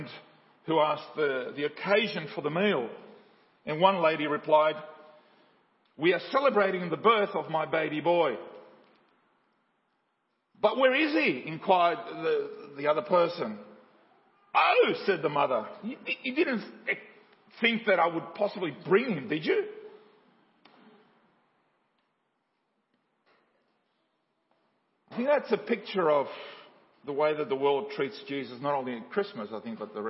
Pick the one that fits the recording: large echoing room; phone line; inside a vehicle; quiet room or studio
large echoing room